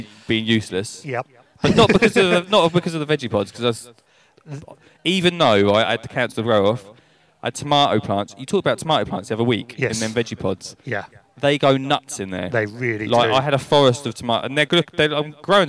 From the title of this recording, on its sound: Recorded live from the maze garden